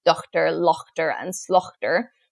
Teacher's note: words with a silent GH like daughter, laughter, and slaughter would have been pronounced more like dochter, lochter, and slochter · Term: hard Germanic H sound